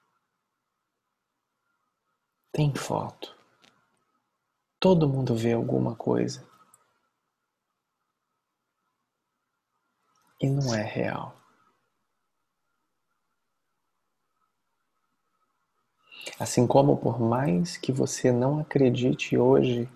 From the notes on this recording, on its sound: Online via Zoom